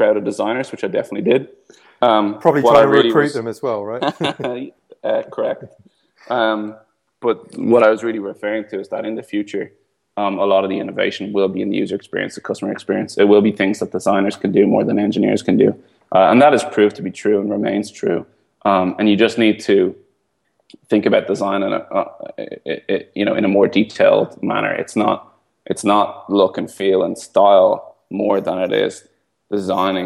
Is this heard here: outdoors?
no